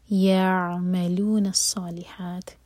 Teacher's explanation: عین ساکن پر جھٹکا نہ ہو. اور صالحات صاد ہیوی ہے، اور ح حلق سے.